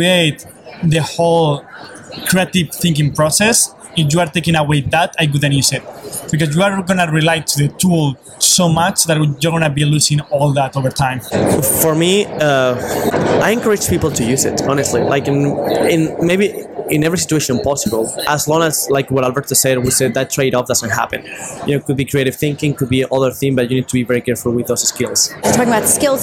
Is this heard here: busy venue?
yes